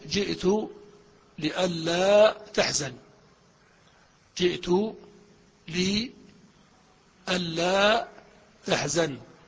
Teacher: الذي حدث أن النون أدغمت في اللام بعدها، أن لا صارت ألا، وقبلها لام مكسورة لي ألا، جئت لألا تحزن، إلا أن